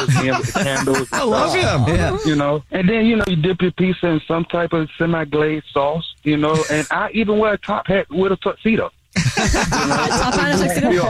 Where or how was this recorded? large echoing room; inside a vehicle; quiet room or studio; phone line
phone line